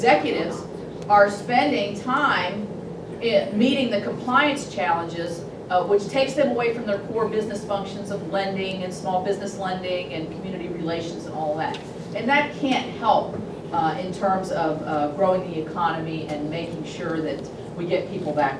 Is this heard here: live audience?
yes